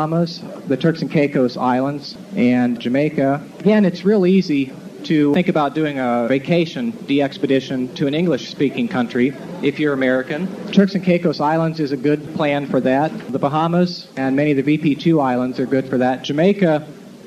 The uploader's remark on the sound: an excerpt from his 1997 Dayton Hamvention forum talk